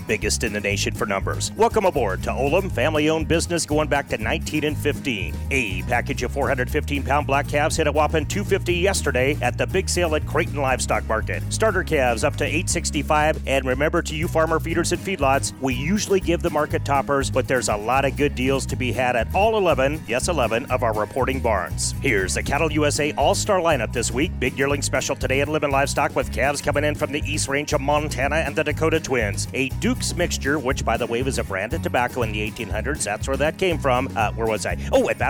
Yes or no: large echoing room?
no